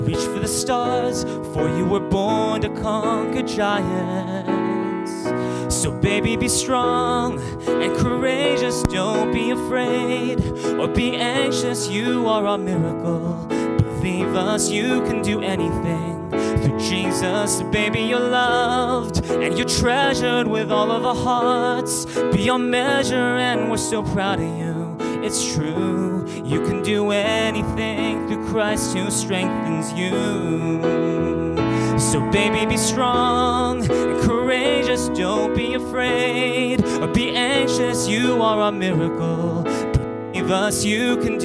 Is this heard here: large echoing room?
yes